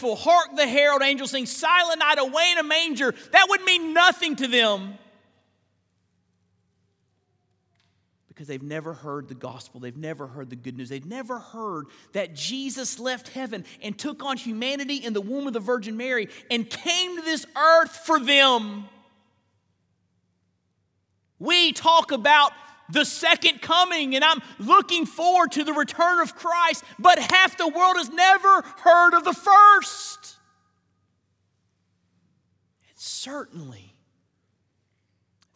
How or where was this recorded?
large echoing room